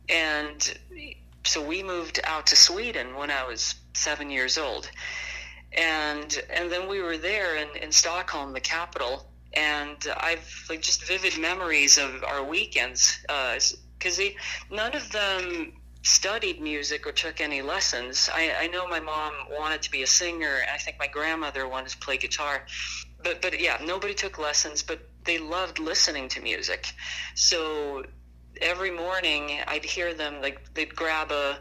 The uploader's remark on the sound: burnt the phone lines to interview